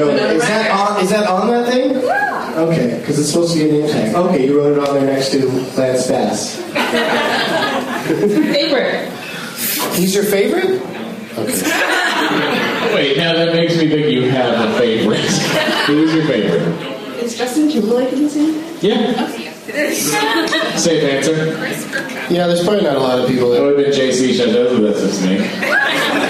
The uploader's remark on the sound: Audience members at the American Comedy Co. In San Diego, CA.